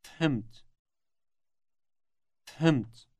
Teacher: The word starts with an F sound, followed immediately by an H sound, as in Henry.